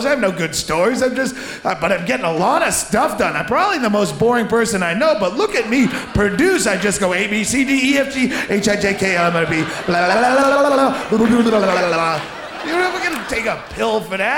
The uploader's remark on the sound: Taped live at the Gotham Comedy Club